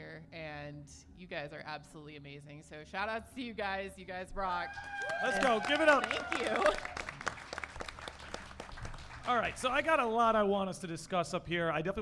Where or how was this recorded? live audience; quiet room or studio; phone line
live audience